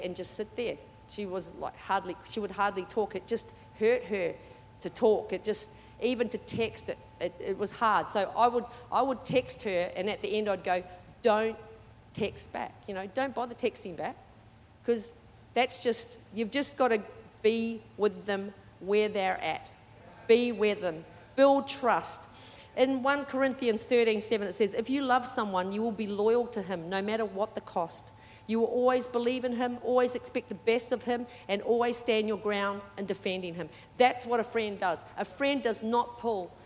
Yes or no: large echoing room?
yes